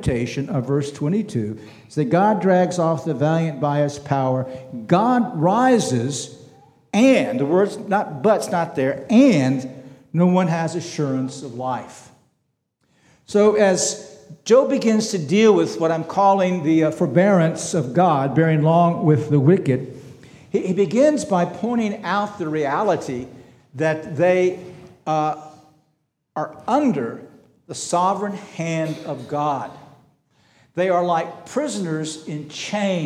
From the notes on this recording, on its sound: This sermon was preached on June 25, 2023 at Antioch Presbyterian Church. At Antioch Presbyterian Church, a mission work of Calvary Presbytery of the Presbyterian Church in America located in Woodruff, South Carolina.